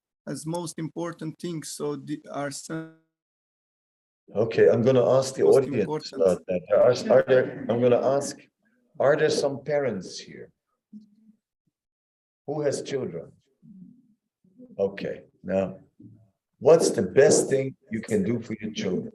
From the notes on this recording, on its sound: Zoom Meeting. Radhadesh.